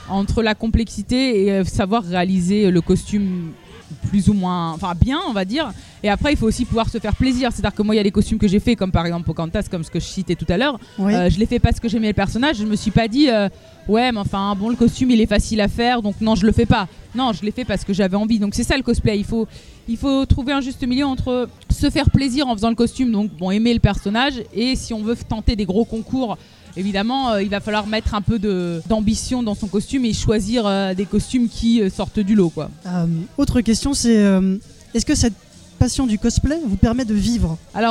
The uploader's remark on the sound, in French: Nouveau numéro de Speakcast fait au Festival NBF qui a eu lieu en Mars 2017.